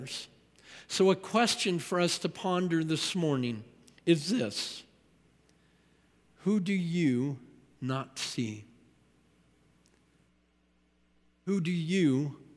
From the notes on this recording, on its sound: At Timberline Church. Live.